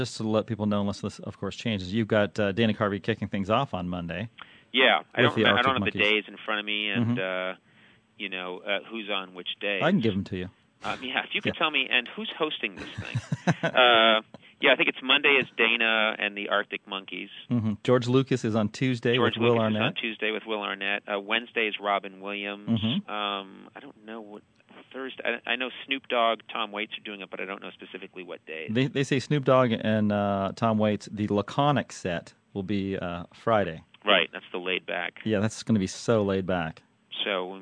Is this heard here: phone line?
yes